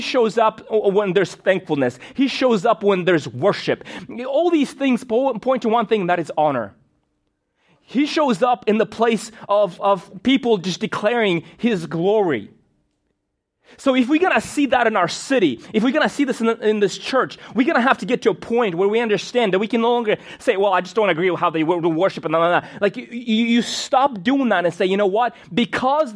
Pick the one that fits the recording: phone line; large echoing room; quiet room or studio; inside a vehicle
large echoing room